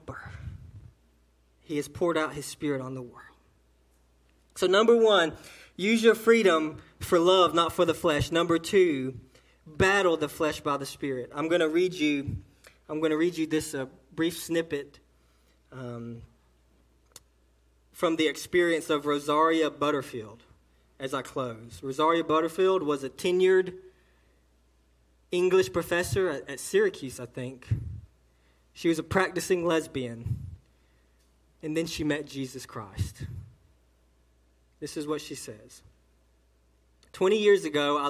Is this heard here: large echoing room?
yes